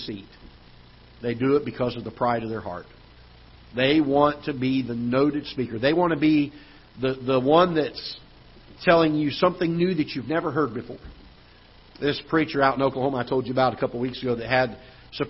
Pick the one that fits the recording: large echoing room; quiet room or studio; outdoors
large echoing room